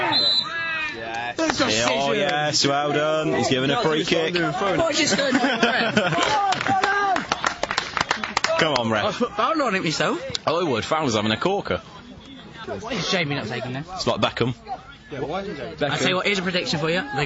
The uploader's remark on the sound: We took a mic down to Brackley Town's penultimate game of the season and commented on what was a thrilling encounter between two top young teams.